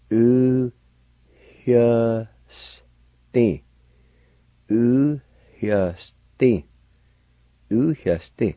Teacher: At the beginning of the word, right after the U, there's an H sound, pronounced like this.